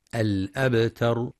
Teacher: وبعضهم يفخم التاء فيقترب لفظا من الطاء الأبطر، والصواب ترقيقها الأبتر، وينتبه القارئ لقلقلة الباء الساكنة.